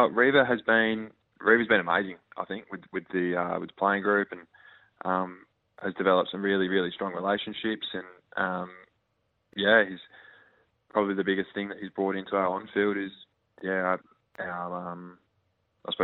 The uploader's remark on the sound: jumped on the phone